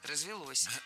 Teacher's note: Более предпочтительным считается вариант с ударением на окончании.